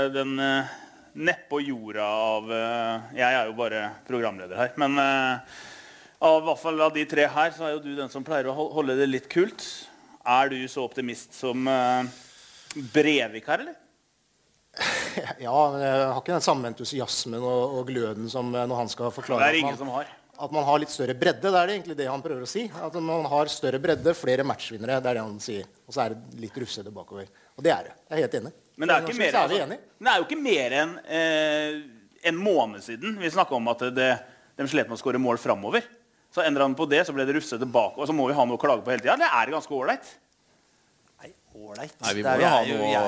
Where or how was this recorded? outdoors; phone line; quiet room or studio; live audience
live audience